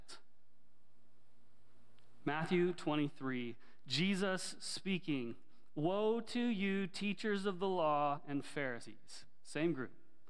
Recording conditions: large echoing room